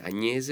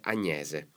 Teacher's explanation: Agnese con la E aperta · Shown in: second take · quindi non è Agnese ma è Agnese.